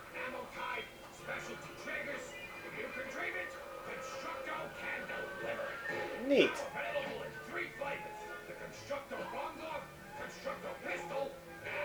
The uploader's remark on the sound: We had a great podcast lined up for you, but I botched the recording.